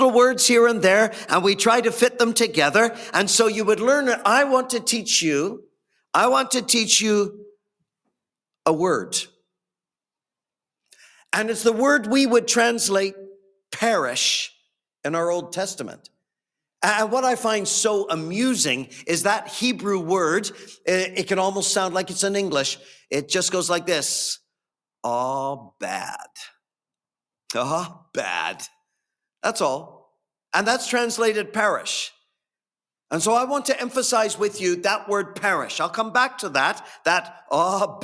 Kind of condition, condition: setting, large echoing room